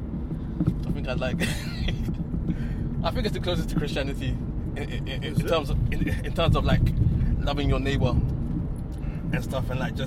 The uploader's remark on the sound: In a car!! We're recording in a car on our way to a collaborative venture.